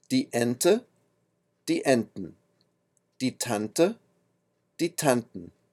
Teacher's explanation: Plural mit en. Klingt wie hm, nicht wie n. Pluralforms and infinitives ending in en are another special case where German is not pronounced as it is written.